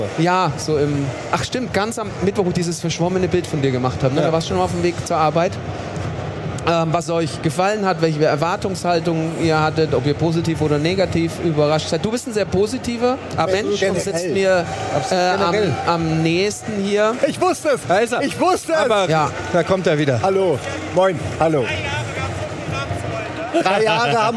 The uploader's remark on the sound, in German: Was wäre die GAMESCOM 2022 ohne ein kleines, feines realtalk ALMOST DÖHLI LIVE auf der ROCKET BEANS-Bühne!